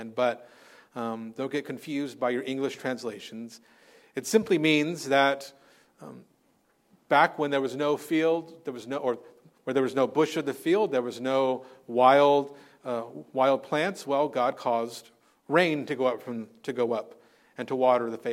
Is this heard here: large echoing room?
yes